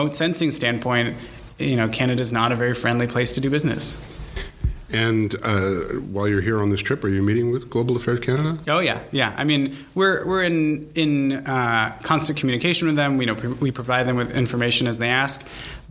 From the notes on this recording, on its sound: This podcast was recorded at the Canadian SmallSat Symposium which was held last week in Toronto